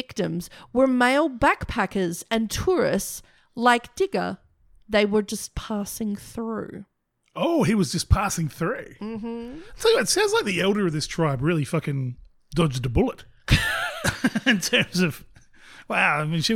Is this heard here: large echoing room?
no